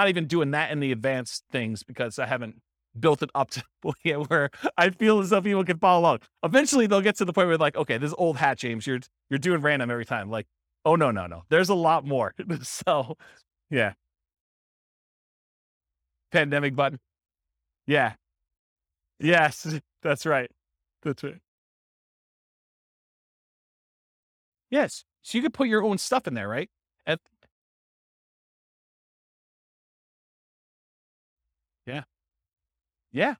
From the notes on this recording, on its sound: This was a live class recorded